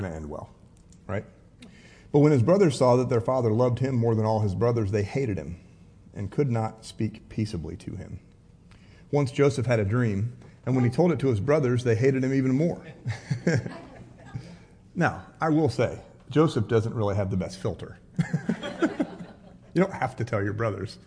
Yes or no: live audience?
yes